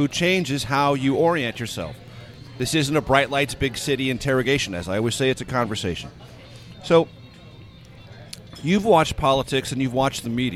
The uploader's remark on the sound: at Chef Geoff's in Northwest Washington